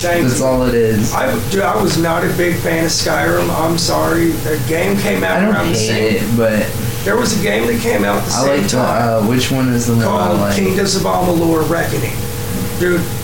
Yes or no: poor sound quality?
yes